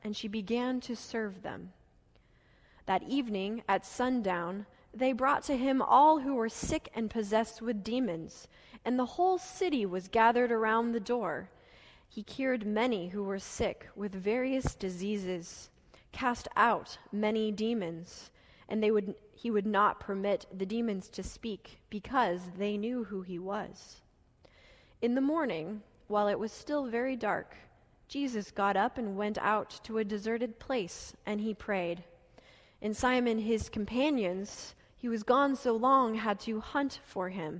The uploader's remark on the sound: Delivered during the Gathering worship service